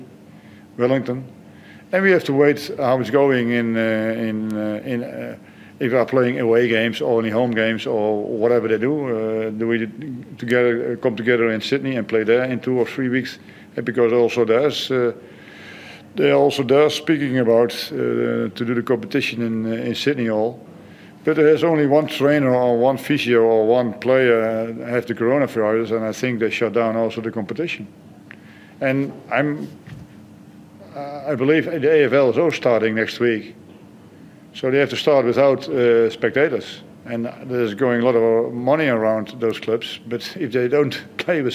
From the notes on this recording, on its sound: Post-match Press Conference | Hyundai A-League.